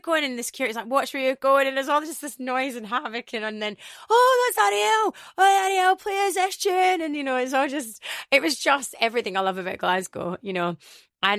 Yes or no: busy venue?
no